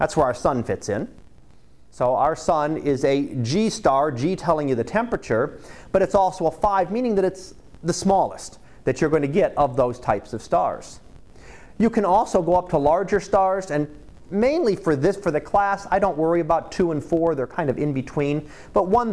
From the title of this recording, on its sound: Live Class Lecture